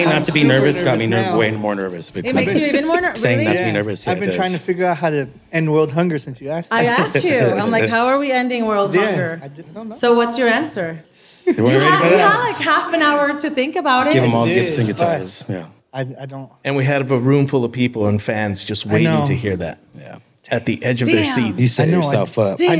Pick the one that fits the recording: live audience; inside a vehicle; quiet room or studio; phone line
live audience